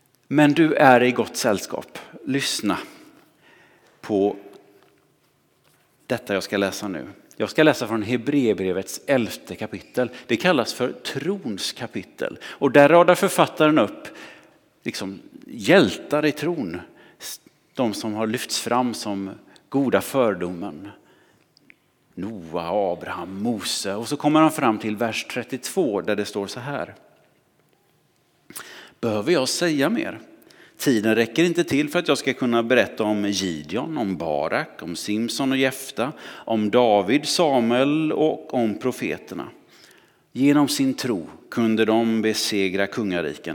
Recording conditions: large echoing room